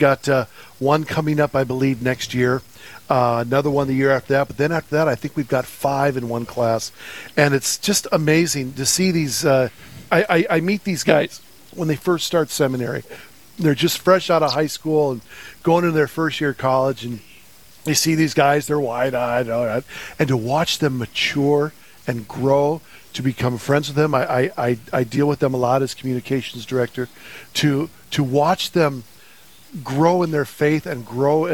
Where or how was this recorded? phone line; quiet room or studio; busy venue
busy venue